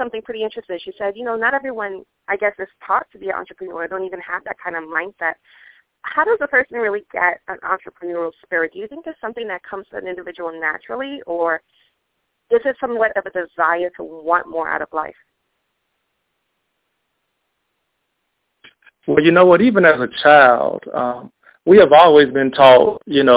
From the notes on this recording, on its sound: On today’s cast we have two extraordinary guests on the line.